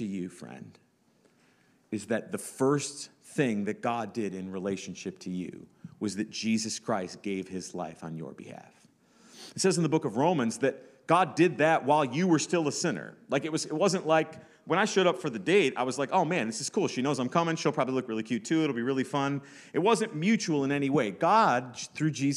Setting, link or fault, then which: setting, large echoing room